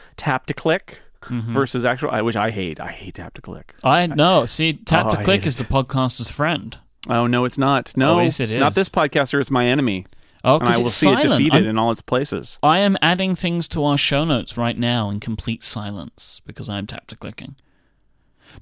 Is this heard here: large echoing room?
no